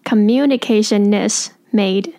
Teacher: communication 跟 is 同样要做连音， N 跟 IES 会变成 NIS